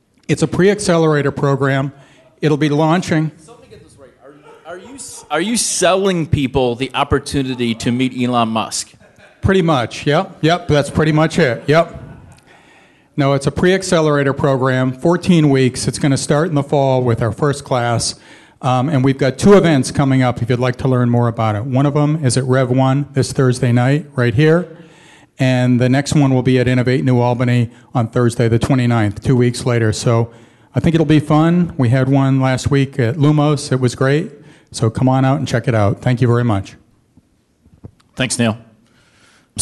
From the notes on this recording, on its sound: This is the audio recording from the live event.